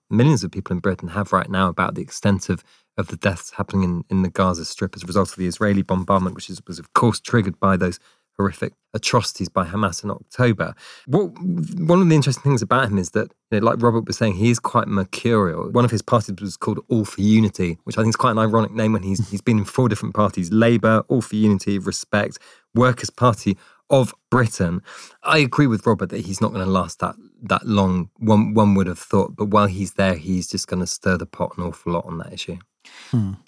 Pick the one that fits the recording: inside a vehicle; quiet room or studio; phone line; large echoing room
quiet room or studio